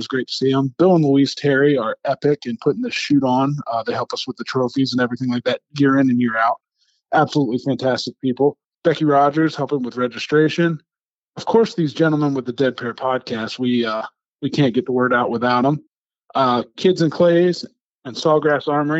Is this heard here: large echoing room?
no